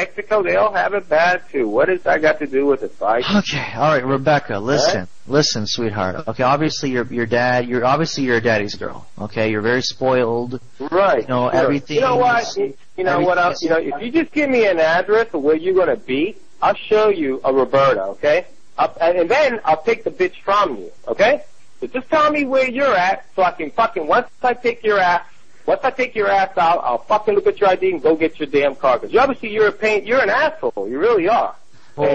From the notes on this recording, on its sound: Prank Phone Calls. "Free Car on Craigslist" from archive.org.